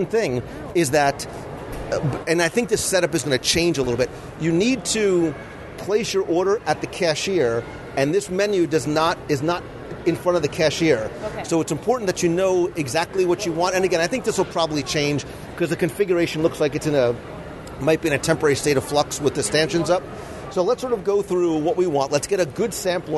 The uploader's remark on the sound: Contempo Cafe Live Dining Review. Sitting in the shadow of the monorail and magnificent Mary Blair mural at Disney’s Contemporary Resort is a true hidden gem of Walt Disney World dining experiences, the Contempo Cafe.